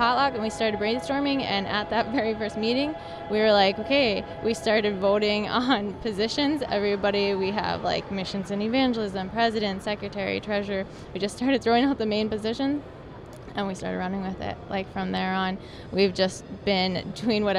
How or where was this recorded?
busy venue